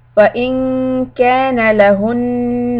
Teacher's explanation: Hold the nun shadda, make the fatha short.